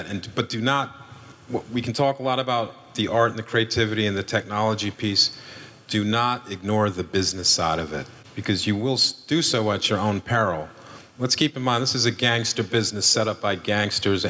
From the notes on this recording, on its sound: LIVE in Seattle. An Upstream Summit keynote panel.